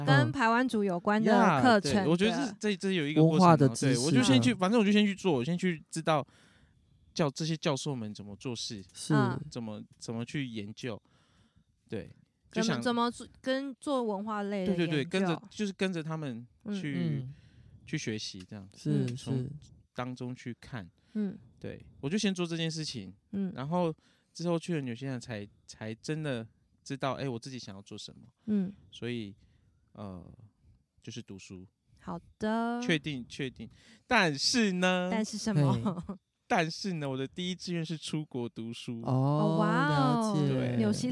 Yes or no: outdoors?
yes